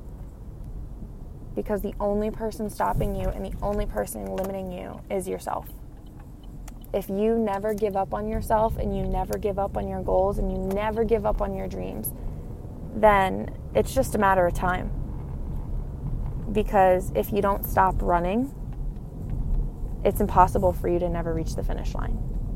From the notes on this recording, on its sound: I recorded in the car while on my way home from work (sorry for the weird audio)